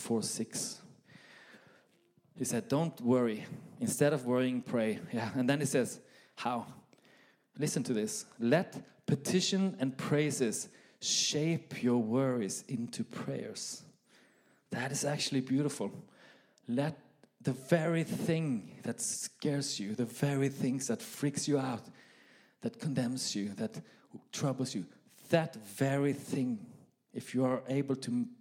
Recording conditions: live audience